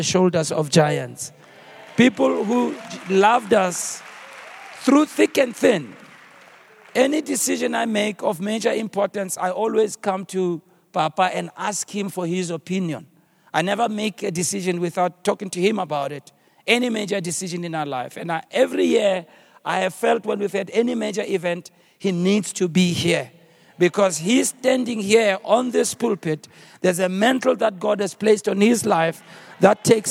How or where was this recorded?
live audience